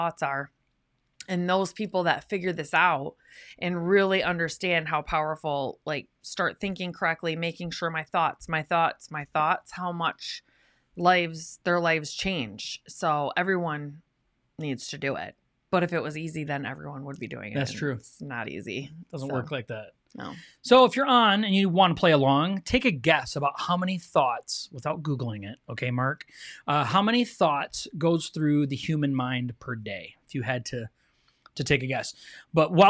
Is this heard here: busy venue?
no